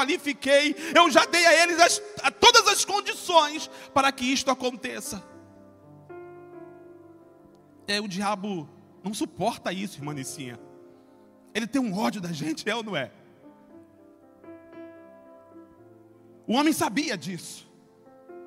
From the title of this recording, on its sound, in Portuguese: CULTO DE LOUVOR E PALAVRA AO VIVO